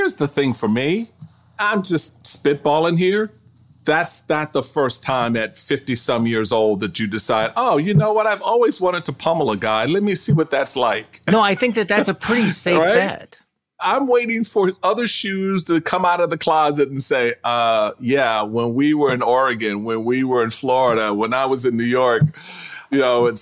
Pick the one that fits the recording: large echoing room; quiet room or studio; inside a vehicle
quiet room or studio